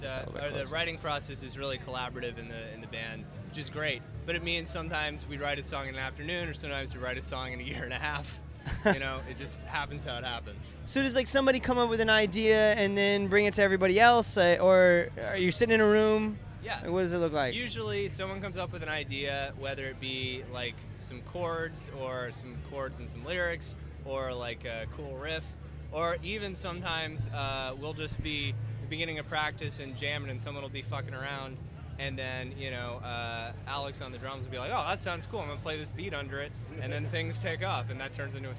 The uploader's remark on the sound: Emcee of the Rockin' Robinson festival in Orlando's Milk District. Stops by The Marinade tent.